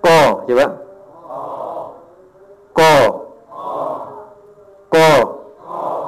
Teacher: pangkal lidah menyentuh langit-langit yang sejajar dengan pangkal lidah. · Term: aqsa lisan